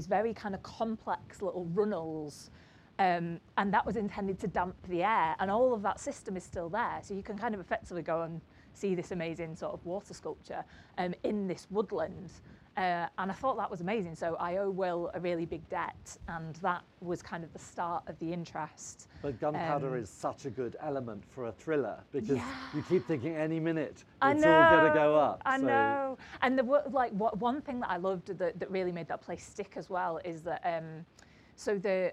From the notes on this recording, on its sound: as part of the Cream of Cornish event at the 2022 North Cornwall Book Festival.